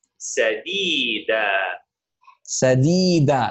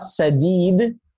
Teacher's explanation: it is two units because it's a fatha followed by an alif with a sukun · Shown in: first take